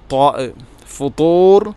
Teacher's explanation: ത്വാഇനെ ഉച്ചരിക്കുമ്പോൾ നാവിൻ്റെ മധ്യഭാഗം അണ്ണാക്കിലോട്ട് ചേർന്ന് വരണം.